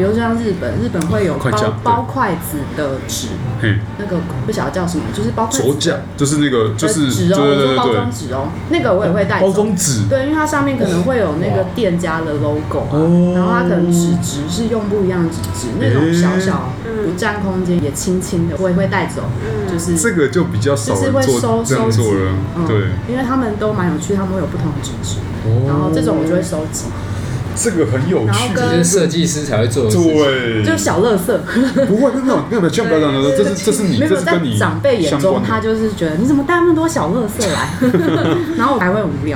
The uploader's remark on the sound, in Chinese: 本集白噪音指數：蚊風級 1/5。錄音地點： Wine Café。